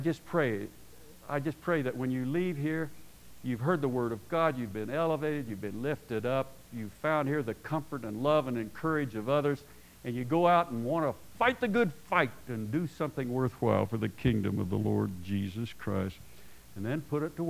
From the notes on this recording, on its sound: At Paradise Valley Christian Church in Casper, Wyoming.